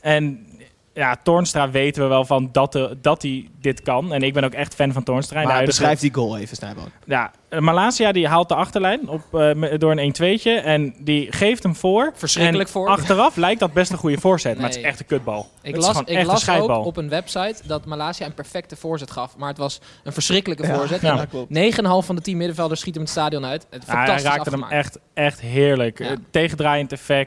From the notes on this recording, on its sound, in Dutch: Zitten we live in een vol stadion! (liveshow XL).